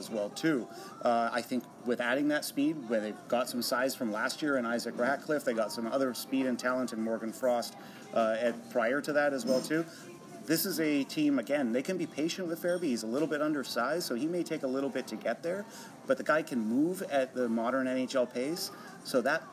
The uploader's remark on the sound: Live from the NHL Draft.